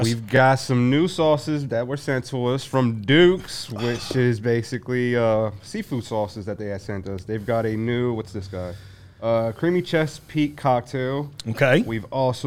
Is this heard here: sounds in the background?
no